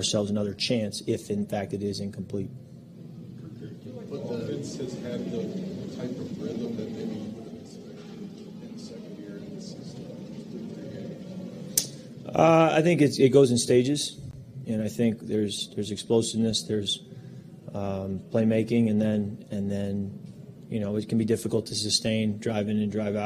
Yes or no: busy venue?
yes